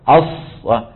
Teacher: إعمال الشفتين في حرف الصاد زما إلى الأمام وضما للشفتين إلى الأمام يؤثر على الصوت